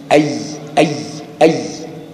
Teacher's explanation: والياء اللينة أي تخرج من وسط اللسان، أي أي أي بتحس إن هي لها أو من الشفتين.